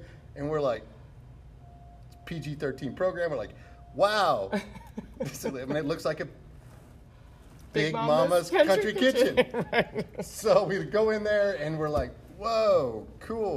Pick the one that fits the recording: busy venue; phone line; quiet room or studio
busy venue